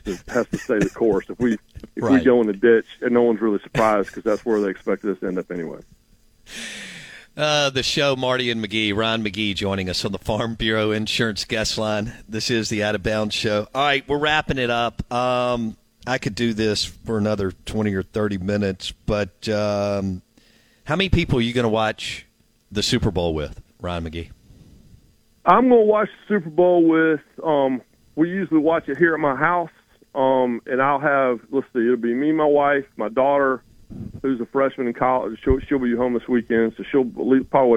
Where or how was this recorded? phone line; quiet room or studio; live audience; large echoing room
phone line